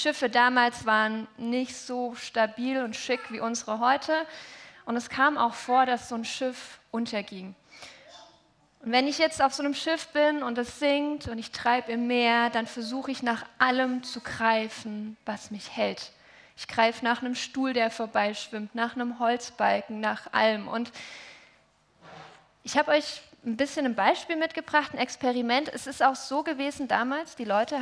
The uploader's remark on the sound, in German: Heilig Abend Familiengottesdienst.